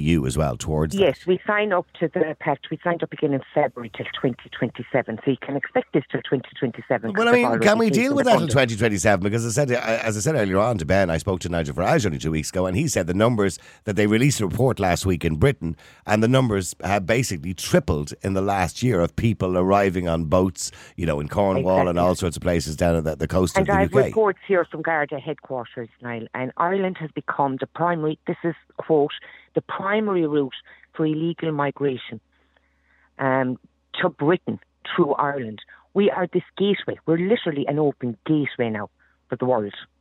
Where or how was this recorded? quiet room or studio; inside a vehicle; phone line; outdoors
phone line